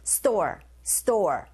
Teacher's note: s 사운드와 t 사운드가 만났어요. 이런 경우에 이 t 사운드 자체가 경음화 현상이 일어나서 된소리 현상